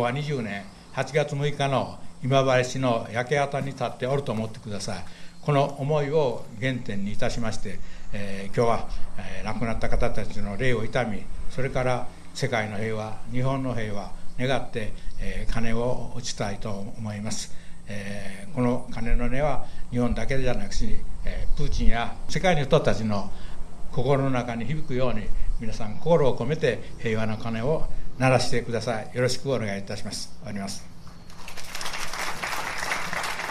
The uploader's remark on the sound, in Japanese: 第15回 戦災死没者追悼献花と平和の鐘を鳴らす式典の現場音声の一部です。南光坊にて。第15回 戦災死没者追悼献花と平和の鐘を鳴らす式典の現場音声の一部です。